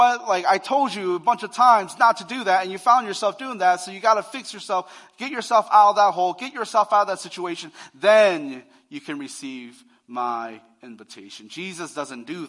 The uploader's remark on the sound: Recorded live on Sunday, January 22, 2023